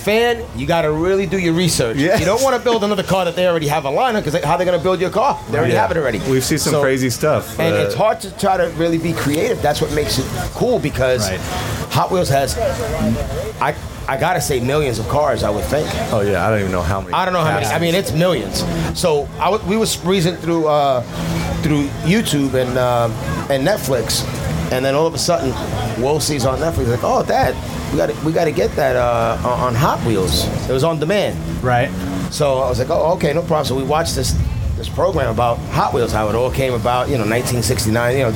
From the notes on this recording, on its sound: We are live at The Hot Wheels Legends Tour in Secaucus, NJ.